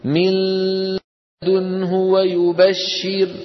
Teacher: تضعون لسانكم على مخرج اللام وتأتون بغنة من الأنف في الوقت نفسه